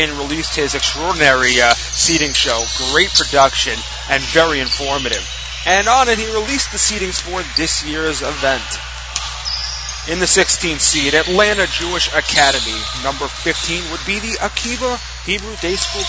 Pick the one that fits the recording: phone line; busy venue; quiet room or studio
busy venue